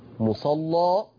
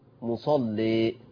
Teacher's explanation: يبقى انا لما فتحت غلظت، ولما قللت رققت · Term: تغليظ اللام